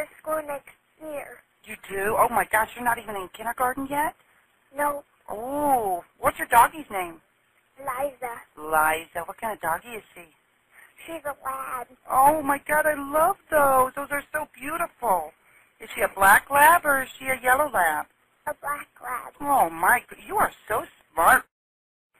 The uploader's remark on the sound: FULL 911 CALL